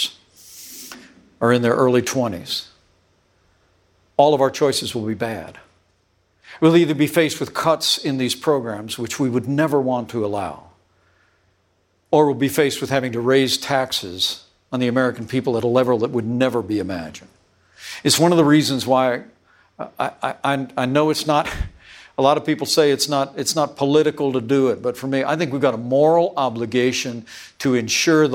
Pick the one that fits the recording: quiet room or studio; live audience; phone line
live audience